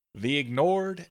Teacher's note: the ignored can be combined to almost sound like one word